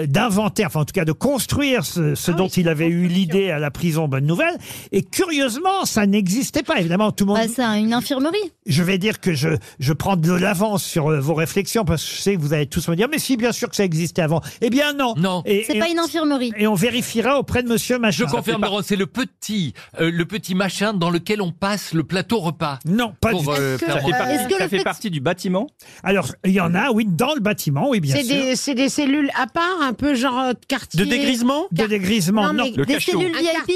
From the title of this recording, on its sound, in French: LE COUP DE FIL DU JOUR